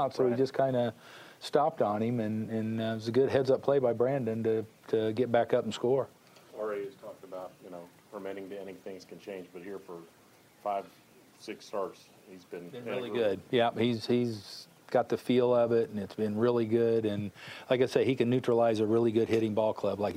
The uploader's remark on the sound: Postgame sound